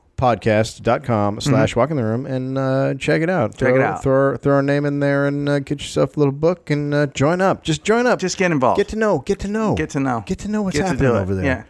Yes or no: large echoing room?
no